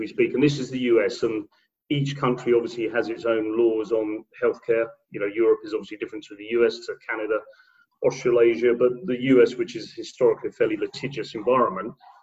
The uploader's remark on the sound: Two weeks ago I had a Zoom call